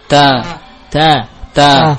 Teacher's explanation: Makhraj ta adalah dari ujung lidah dengan pangkal gigi seri atas. Nah, letakkanlah ujung lidah antum ya pada pangkal gigi seri atas.